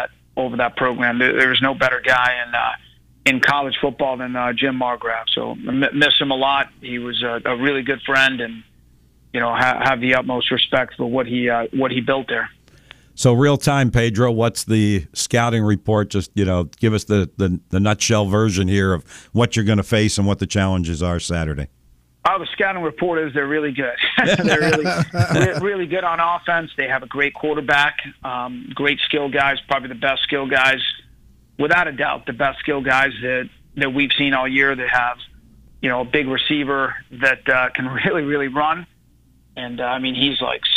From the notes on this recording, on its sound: A few Listeners Call